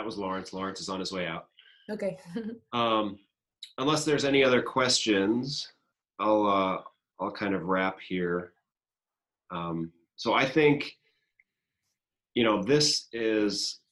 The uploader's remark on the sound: This is the audio from a virtual presentation